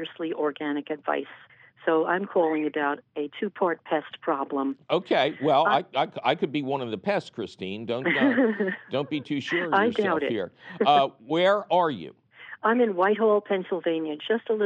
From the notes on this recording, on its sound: Of course, he takes your fabulous phone calls.